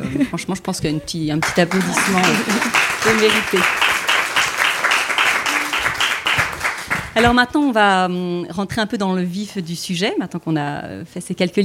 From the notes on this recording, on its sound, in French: Episode en live. Enregistré, en live, le mardi 10 octobre, au cours d’une soirée dans la boutique de Balzac Paris.